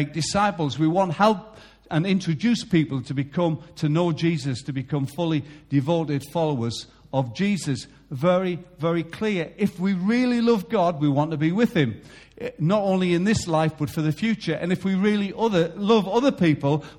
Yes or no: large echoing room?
yes